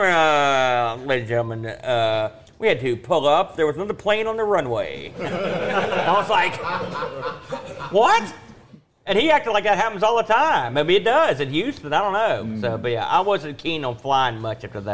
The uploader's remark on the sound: LIVE from Boatfest 2023.